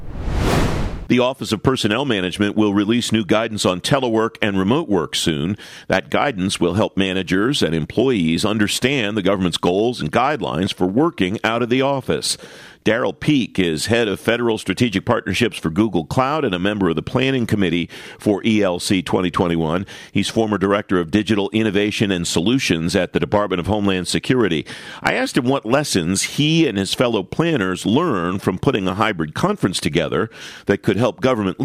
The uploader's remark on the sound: is live from the final day of ACT-IAC’s “Imagine Nation: ELC 2021” in Hershey, Pennsylvania